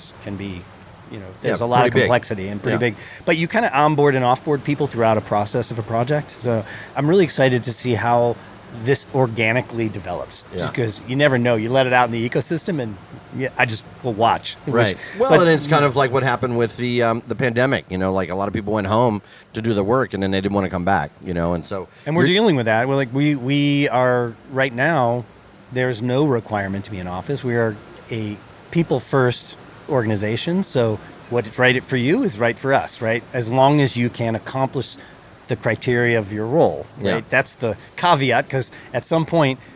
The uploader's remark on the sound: Indie Colorcast Live at The LINE Hotel